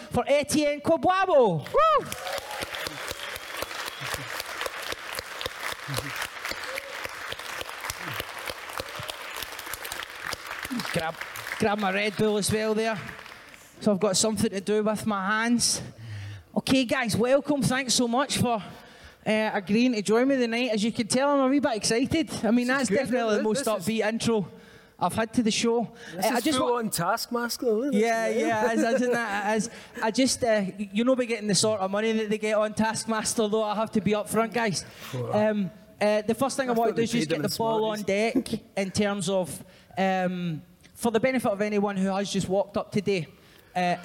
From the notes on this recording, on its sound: the fourth show of Common People Live at the Edinburgh Fringe